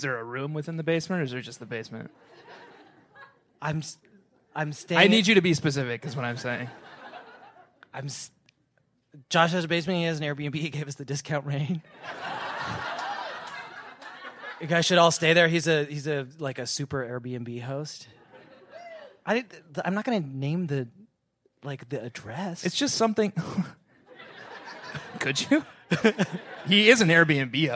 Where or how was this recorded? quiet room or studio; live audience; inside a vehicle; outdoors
live audience